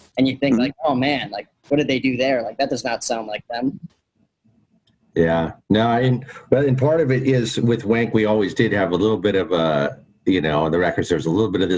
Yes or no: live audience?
no